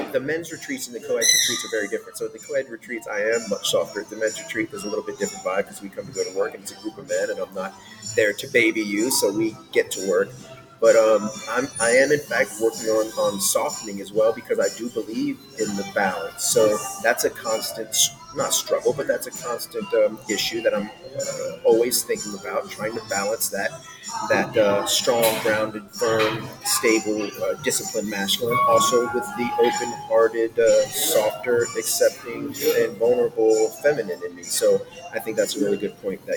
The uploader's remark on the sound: We apologize for the background noise.